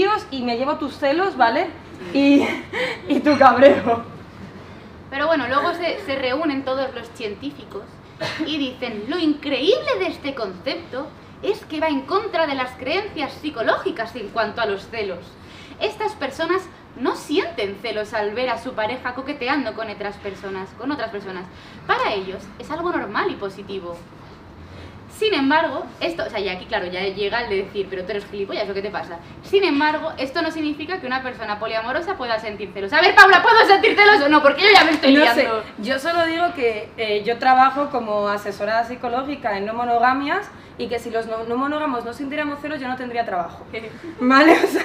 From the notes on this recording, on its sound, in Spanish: En directo para vosotras. Esperemos que lo disfrutéis tanto como lo hemos hecho nosotras encima del escenario.